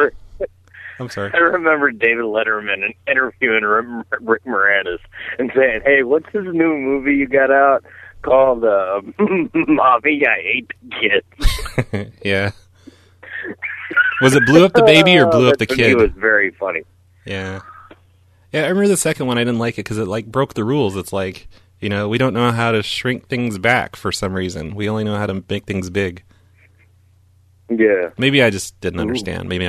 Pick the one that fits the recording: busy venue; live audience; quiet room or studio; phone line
phone line